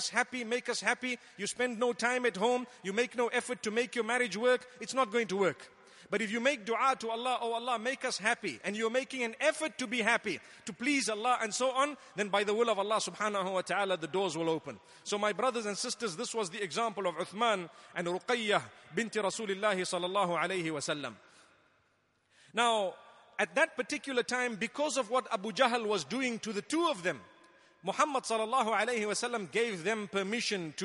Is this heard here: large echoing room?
yes